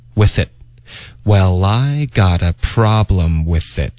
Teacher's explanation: with it 要连读 with 跟 it， withit，特的音省略